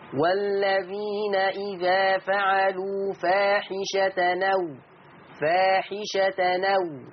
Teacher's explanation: يشيل الهمزة وياخد الفتحة مثلا ويحطها على اللام · Term: النقل